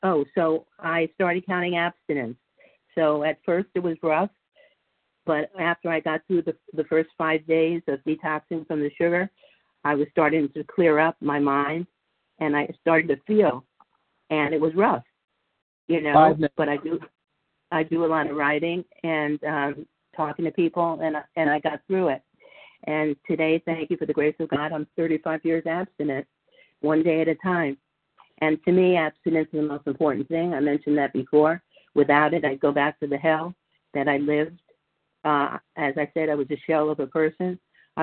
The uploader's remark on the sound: 100 Pounders Phone Meeting.